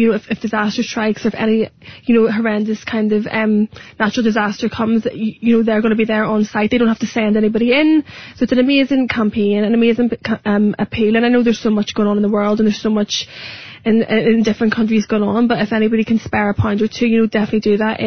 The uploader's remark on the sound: called in to U105 studios